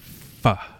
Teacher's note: So we need to really make a point to separate the F sound and the H sound. Okay, so we want to definitely put our bottom lip under our two front teeth and say fa. Okay, and we're gonna, that U is gonna be a flat U or the schwa sound, so it's just an sound.